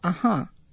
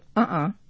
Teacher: If you listen to uh-huh, the accent is on the second syllable. If you listen to uh-uh, it's equal. So uh-uh is more staccato.